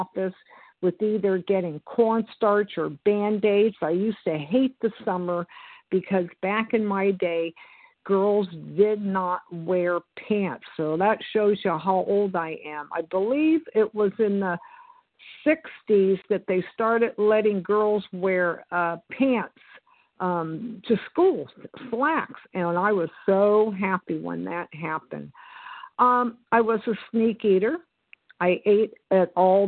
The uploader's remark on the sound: from the 100 Pounders Phone Meeting